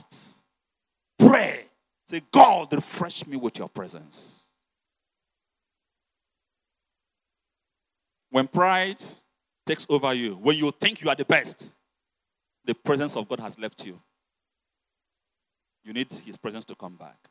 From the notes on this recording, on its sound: You're listening to the uncompromising word of God preached at the Overcomers Church World Outreach.